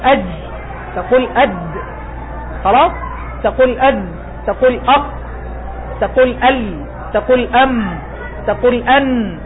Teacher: انحباس النفس، عدم جريان، انحباس، لا يجري فيه النفس · Term: الجهر